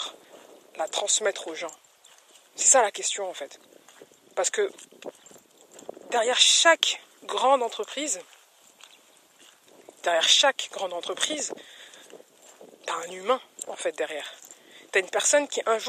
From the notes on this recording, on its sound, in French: C'est l'histoire d'un podcast trop stylé au son tout pourri. J'ai enregistré ce podcast, complètement à l'impro lors d'une balade avec mon chien et le son est presque (complètement) pourri.